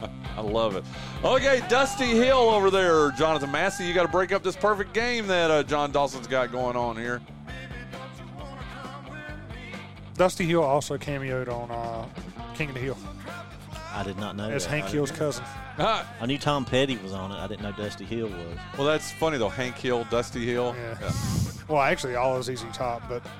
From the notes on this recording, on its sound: LIVE from North Wilkesboro.